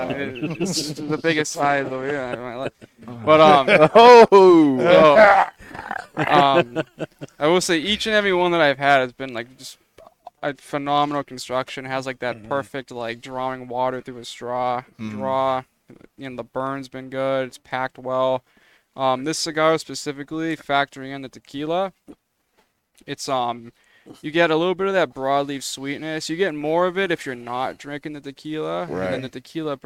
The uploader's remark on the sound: Recorded live from the 7-20-4 Lounge!